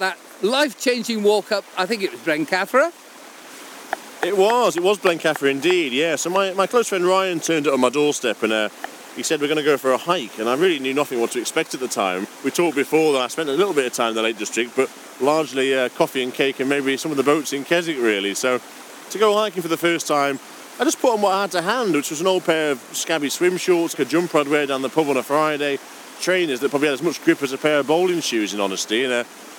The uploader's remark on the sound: We climb one of Grasmere's low-level favourites to dine in a dell. Setting out along the old drove road from Allan Bank.